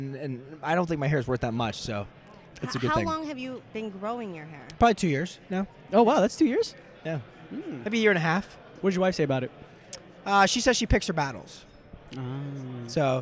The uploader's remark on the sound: LIVE at Voices Of Dentistry